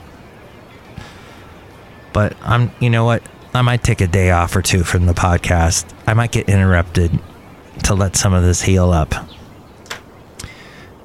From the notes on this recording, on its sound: podcasts live from Cafe Anyway